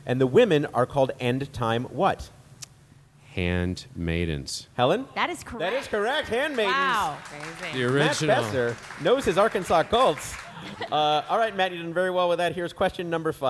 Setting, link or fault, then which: setting, busy venue